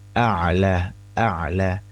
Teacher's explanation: hamzahnya duluan baru diikuti oleh ain sukun